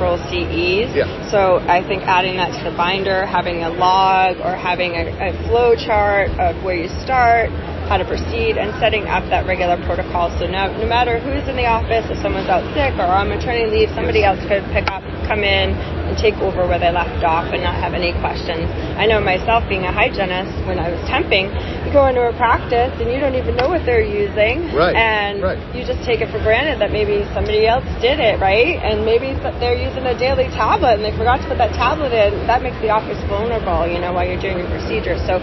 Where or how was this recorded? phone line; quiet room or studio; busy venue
busy venue